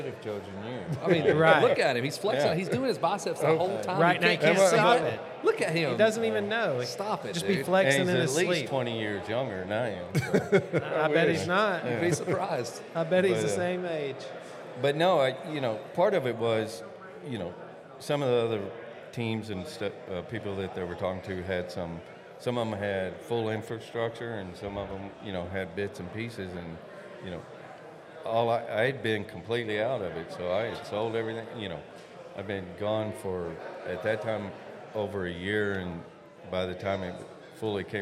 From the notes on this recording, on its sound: Goes on location to the grand opening of Freehwheeling Powersports. All located in Georgia.